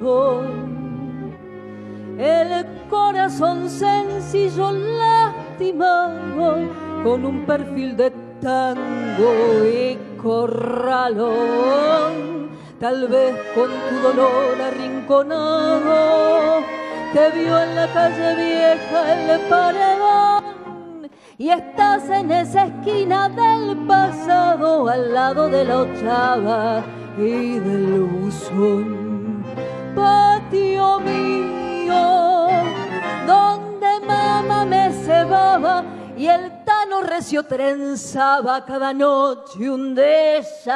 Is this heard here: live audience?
yes